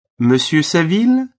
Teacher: Note the rising intonation at the end of the name.